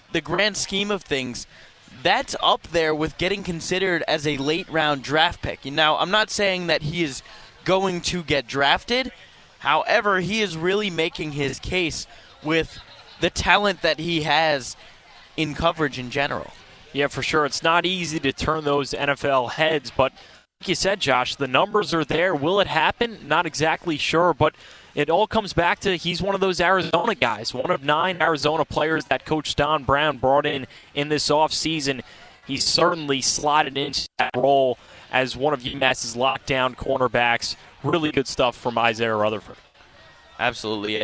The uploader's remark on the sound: live pre-game show from the tailgate before the Merrimack game